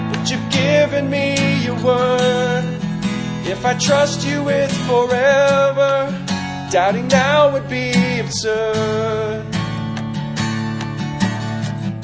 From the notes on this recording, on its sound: This sermon was delivered September 23, 2018 at the Four Oaks Advent Christian Church revival service